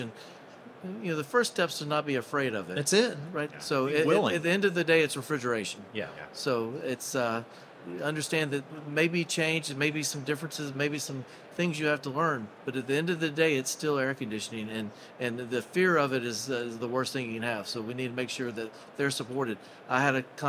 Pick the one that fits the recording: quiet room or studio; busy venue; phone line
busy venue